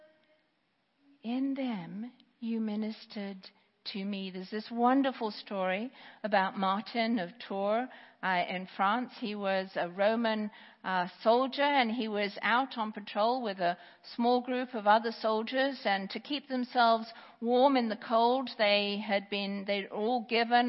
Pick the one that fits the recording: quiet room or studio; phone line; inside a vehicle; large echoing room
large echoing room